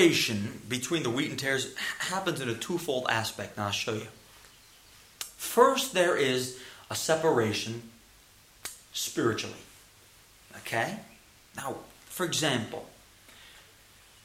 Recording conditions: large echoing room